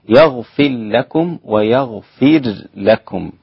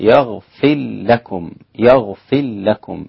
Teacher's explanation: فالدوري له وجه الإدغام وله وجه عدم الإدغام الإظهار، يغفر لكم ويغفر لكم، والإدغام يكون هكذا يغفر لكم يغفر لكم هكذا الإدغام.